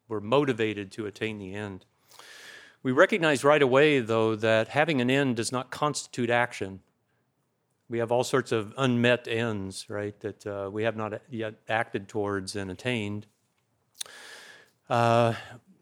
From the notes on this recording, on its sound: Recorded at the Mises Institute in Auburn, Alabama, on 19 July 2021.